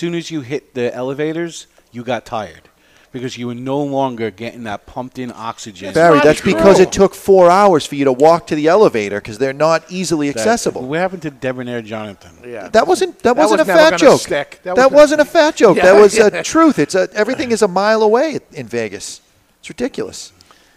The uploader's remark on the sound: Live from Two Guys Smoke Shop in Salem, NH